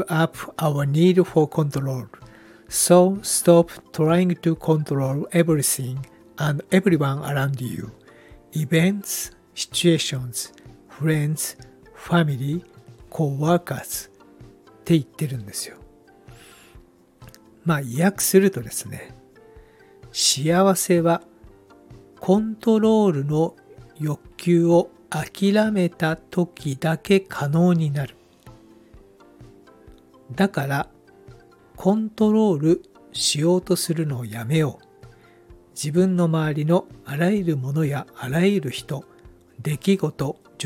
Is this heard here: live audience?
no